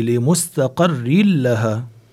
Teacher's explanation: تنوين وبعد اللام، عندنا إدغام بلا غنة طبعا